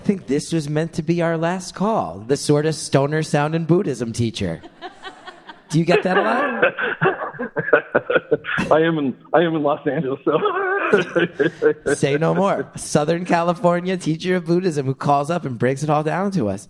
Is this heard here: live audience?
yes